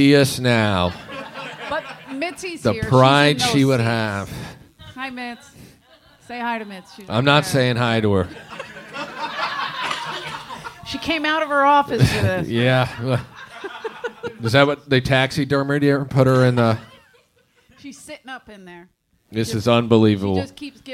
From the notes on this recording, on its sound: LIVE Train Wreck In The Belly Room. By The World Famous Comedy Store.